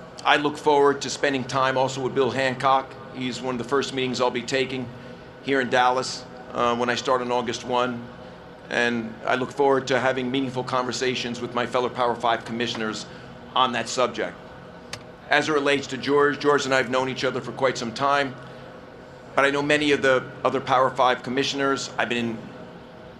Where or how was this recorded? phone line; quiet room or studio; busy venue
busy venue